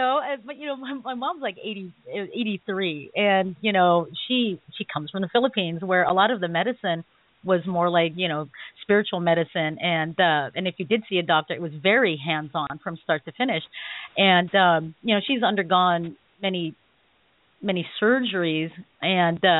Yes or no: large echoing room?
no